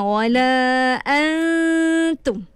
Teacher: Dia samar-samar bunyi dia tu. Sama ada nak masuk nun ke nak masuk ta, dia samar-samar. Tapi yang lebih orang kata banyak penggunaan dia tu sembunyilah. · Term: ikhfa